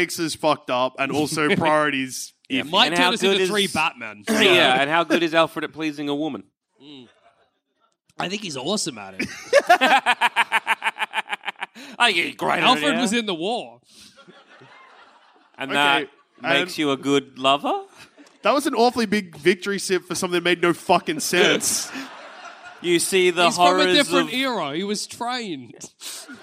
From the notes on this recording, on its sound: Live from the Leicester Square Theatre in London. As part of our London 2022 Tour.